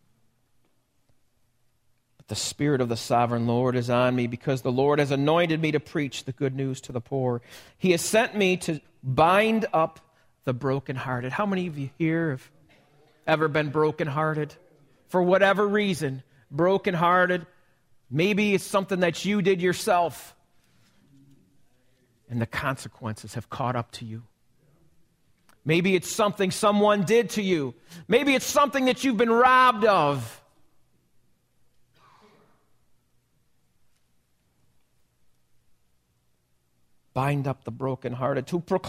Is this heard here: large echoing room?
yes